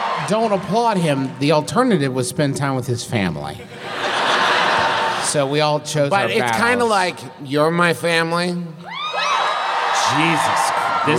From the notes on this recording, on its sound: our big, wild live show from Atlanta